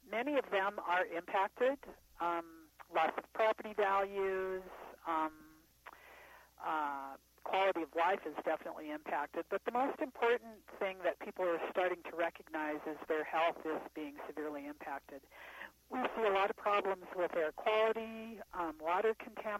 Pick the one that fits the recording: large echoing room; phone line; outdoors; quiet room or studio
phone line